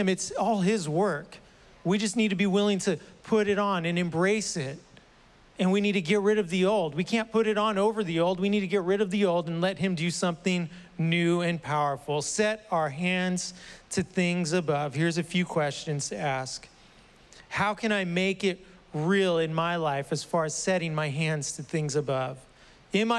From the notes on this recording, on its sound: was preached on July 11th at the 11:30AM service.